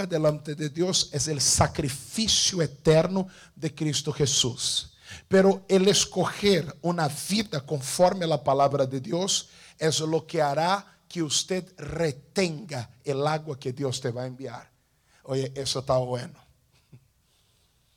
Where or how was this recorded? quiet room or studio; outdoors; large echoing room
large echoing room